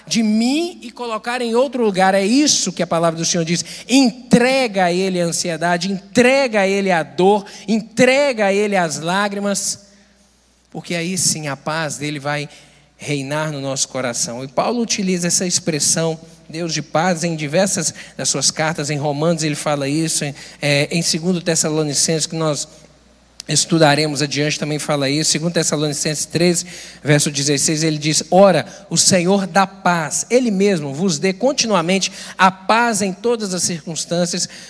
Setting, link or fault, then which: setting, large echoing room